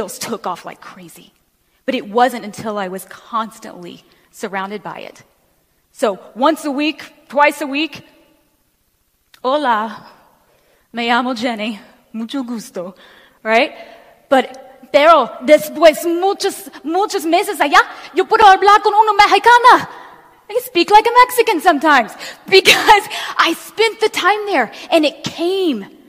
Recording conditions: large echoing room